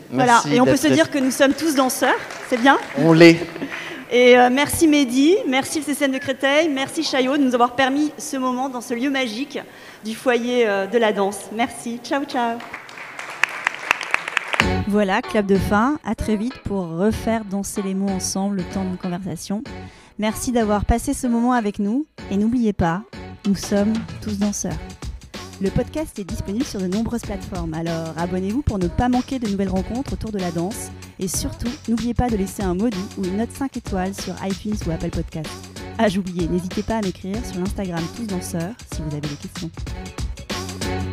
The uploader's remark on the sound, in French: Le premier épisode live avec du public de Tous Danseurs. Le souffle du public. L’écho du foyer de la danse de Chaillot.